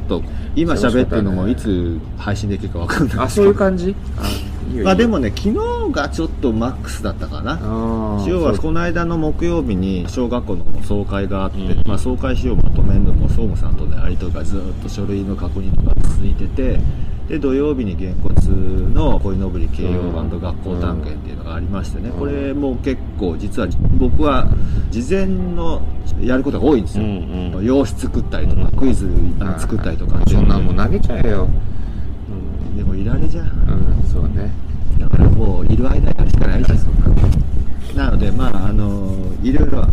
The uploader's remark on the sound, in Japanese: 屋外で収録したため、風の音などでお聞き苦しい箇所があります。ご了承ください